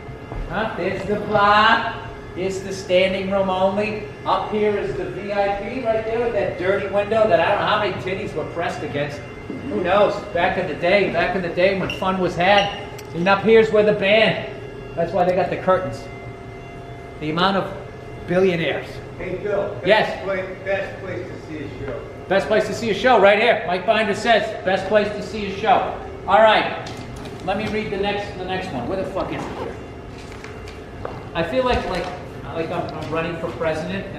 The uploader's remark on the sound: Live at the Troubadour